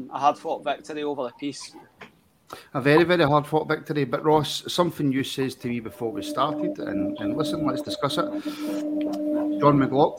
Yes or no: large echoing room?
no